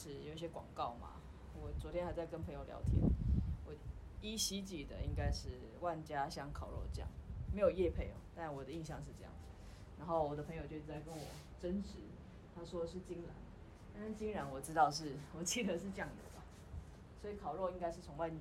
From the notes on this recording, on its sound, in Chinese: 請原諒我收音不優~遠遠近近